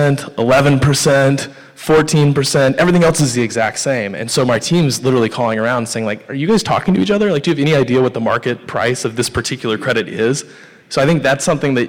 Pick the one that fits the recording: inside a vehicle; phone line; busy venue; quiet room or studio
busy venue